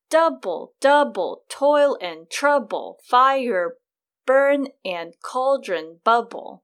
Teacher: Now, the opposite of an iamb, which is unstressed, stressed, is the reverse of that, where it's stressed, unstressed, and that's called trochee. And if you have a line or meter that's full of trochees, that's called a trochaic meter, right?